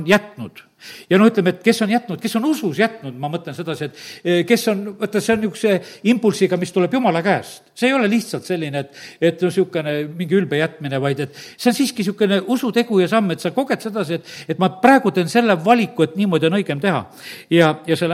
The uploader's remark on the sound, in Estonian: Audio salvestus koosolekult